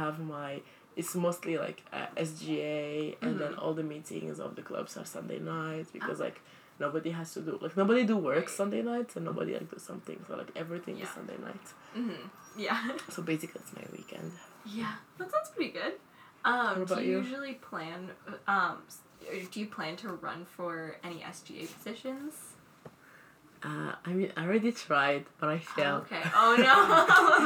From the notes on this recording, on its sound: If you hear clanking noises, it's our mugs of tea